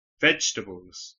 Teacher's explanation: La palabra vegetables lleva tres sílabas. Escucha y repite. Vegetables. La primera sílaba es fuerte.